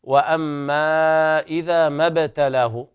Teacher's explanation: القلقلة في الباء وهذا متفق عليها